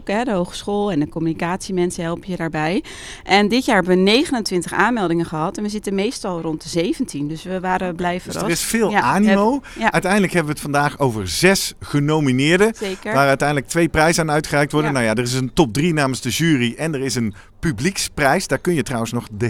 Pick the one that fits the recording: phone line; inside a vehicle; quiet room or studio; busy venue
busy venue